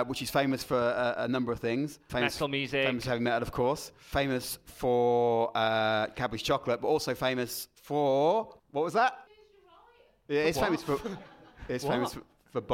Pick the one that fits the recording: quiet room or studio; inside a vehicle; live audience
live audience